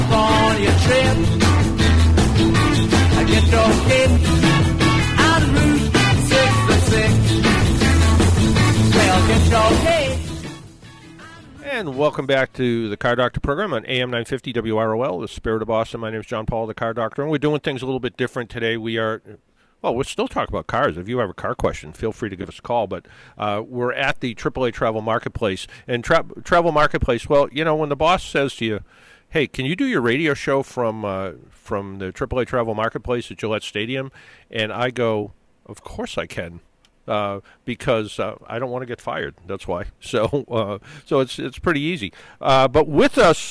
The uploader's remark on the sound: Broadcasting live from the AAA Travel Marketplace at Gillette Stadium 2017.